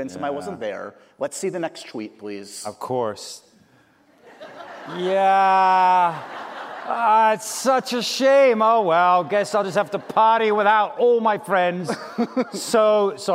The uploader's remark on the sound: We went LIVE